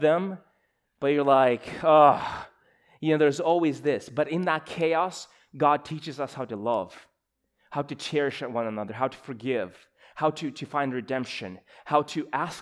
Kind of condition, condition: setting, large echoing room